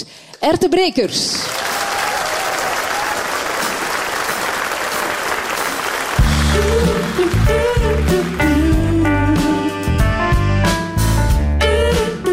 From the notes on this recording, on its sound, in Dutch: live vanuit 30 CC in Leuven